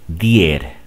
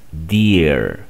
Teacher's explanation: Recuerda que esta E es neutral, es la schwa. · Shown in: second take